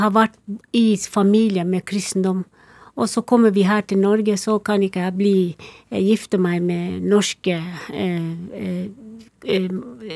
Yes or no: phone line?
no